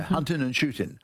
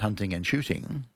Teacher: Or in the 1920s, the very upper class of Britain used to leave out the ng at the end of words · Shown in: first take